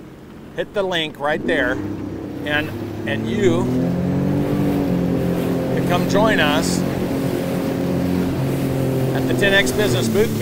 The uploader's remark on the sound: I am coming live to you from a jet ski in Capri, Italy. I am jet skiing in the South of Italy.